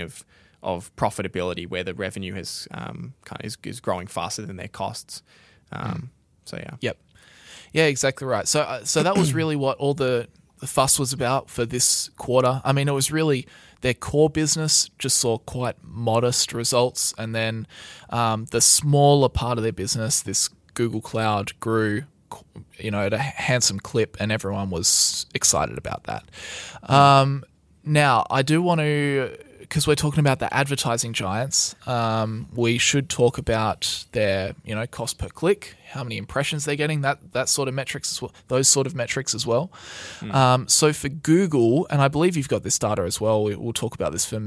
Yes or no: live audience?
no